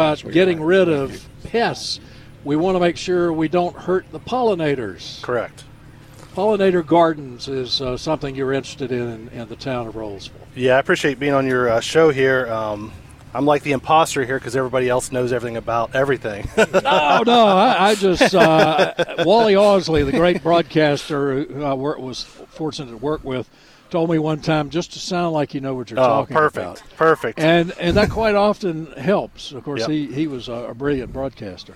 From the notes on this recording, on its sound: broadcasting live from The Downtown Rolesville Farmers Market.